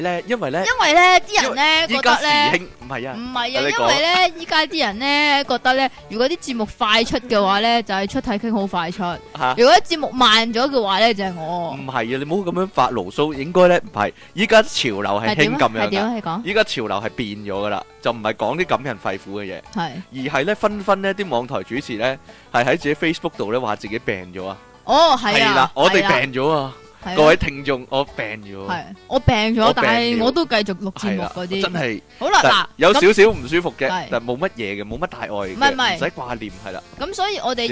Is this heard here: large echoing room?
no